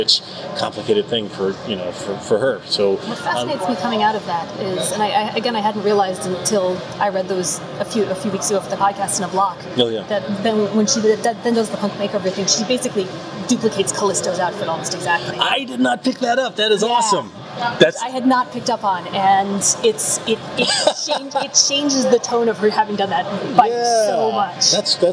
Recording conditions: busy venue